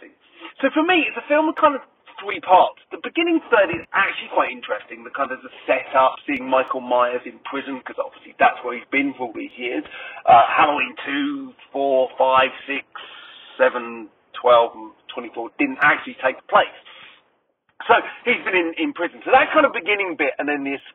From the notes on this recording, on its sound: Excuse the sound - it's done in the car!